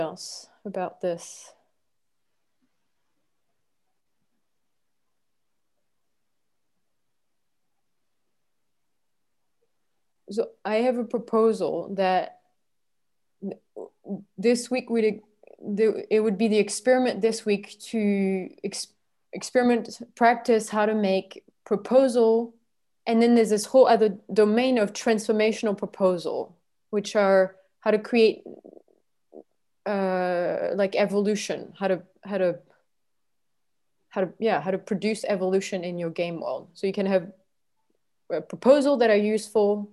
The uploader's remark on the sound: This Zoom call is between a member of the Possibility Management Trainer-Trainer Training School (TTTS) and the members of one of the Regional Possibilitator Training groups.